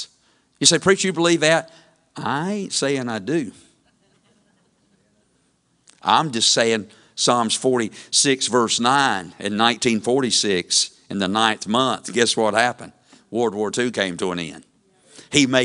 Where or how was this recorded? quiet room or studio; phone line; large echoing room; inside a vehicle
large echoing room